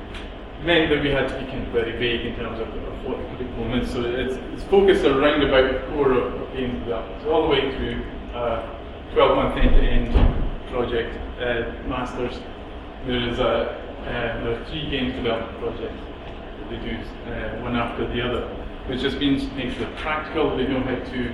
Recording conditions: live audience